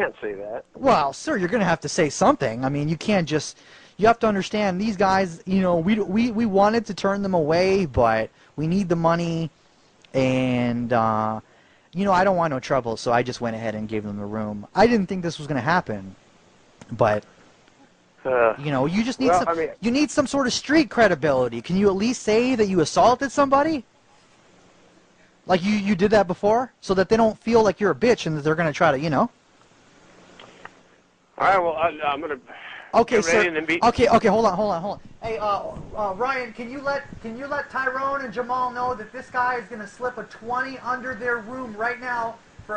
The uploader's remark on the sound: …'s Personal Prank Phone Calls Collection.